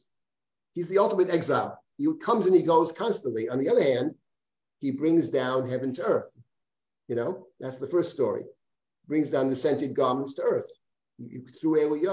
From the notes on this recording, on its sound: This audio was originally captured from Zoom.